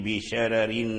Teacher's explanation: فأخبر الناظم رحمه الله أن ورشا رقق الراء الأولى في هذه الكلمة بشرر